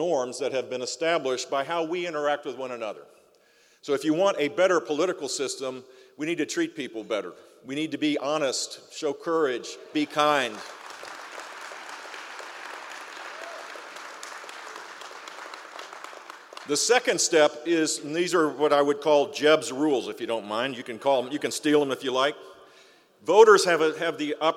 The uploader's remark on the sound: Recorded live at the Greater Fort Lauderdale Alliance, Mid-Year Meeting. Seminole Hard Rock Hotel & Casino, Hollywood, FL.